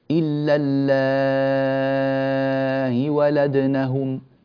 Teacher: يحذف الياء من آخرها ويجعل الهمزة مسهلة في حالة الوصل · Term: تسهيل الهمزة